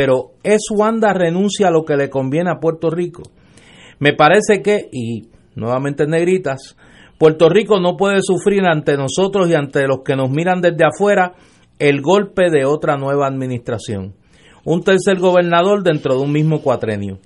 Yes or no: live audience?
no